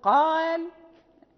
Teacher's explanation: فالقاف تخرج من أقصى اللسان وما فوقه من الحنك، الحنك الأعلى